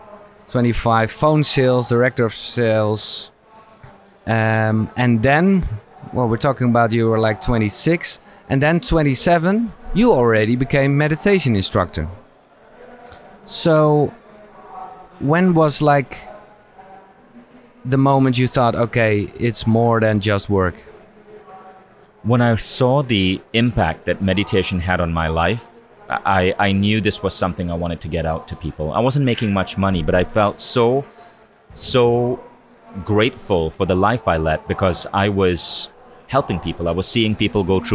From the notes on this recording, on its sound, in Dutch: Deze KUKURU aflevering is opgenomen op het Biohacker Summit.